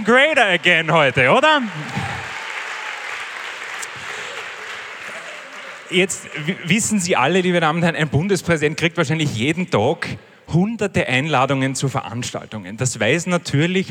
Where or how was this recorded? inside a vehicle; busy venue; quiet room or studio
busy venue